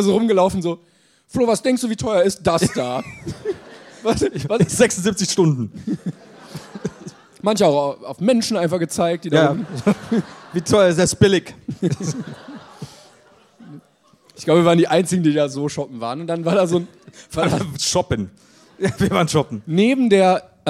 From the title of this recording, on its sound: LIVE in Berlin